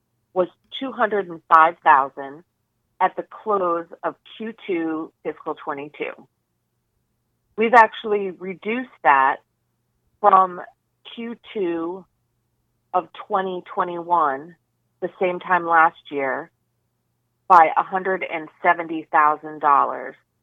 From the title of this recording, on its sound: IIOT Oxys August 2022 Conference Call